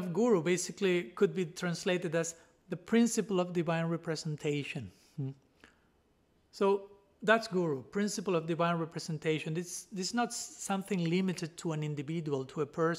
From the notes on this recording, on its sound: given at Radha-Gopinatha Mandira on March 7, 2023